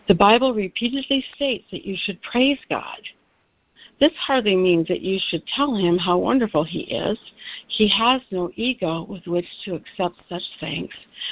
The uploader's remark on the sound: ACIM Daily Conference Call